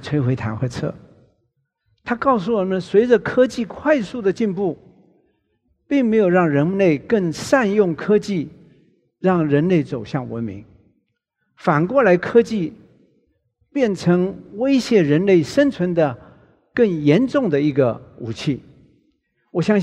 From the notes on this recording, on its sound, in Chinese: 本集節目取自【2023突破者知識跨年饗宴】現場錄音。